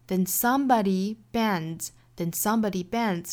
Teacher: 注意这个节奏，后面的 bends 是重读的